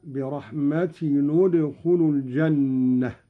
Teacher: قرأ قالون بضم أولى الساكنين، وهو تنوين التاء، هكذا: برحمة ندخل الجنة.